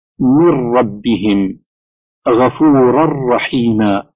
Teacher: واحد: الإدغام. فالنون الساكنة أو التنوين إذا أعقبه راء أو لام فإنها تدغم إدغاما كاملا، فلا تنطق النون الساكنة أو التنوين